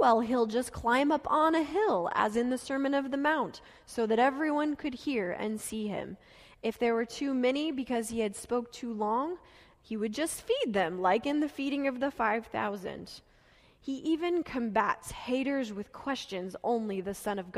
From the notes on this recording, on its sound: Delivered during the Gathering worship service